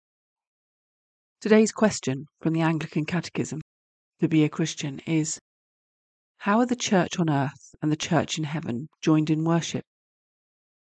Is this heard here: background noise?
no